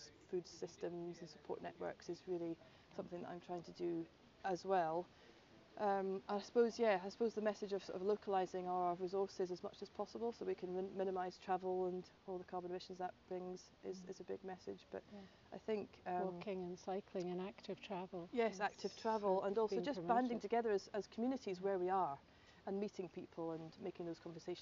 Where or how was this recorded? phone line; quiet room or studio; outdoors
outdoors